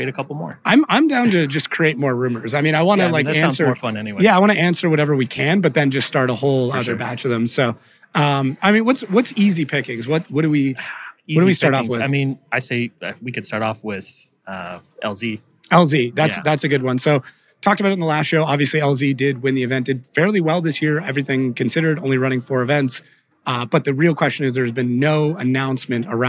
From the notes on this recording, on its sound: chat live at PRI